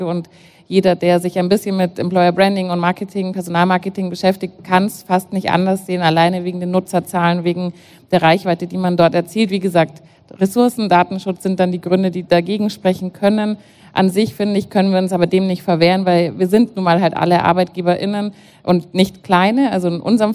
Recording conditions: live audience